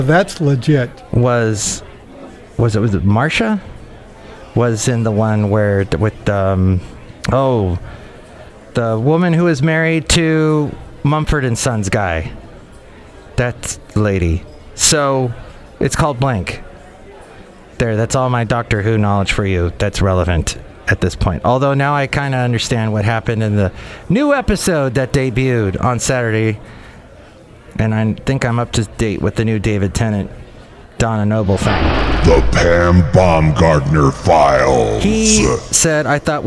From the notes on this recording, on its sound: podcasts live from Café Anyway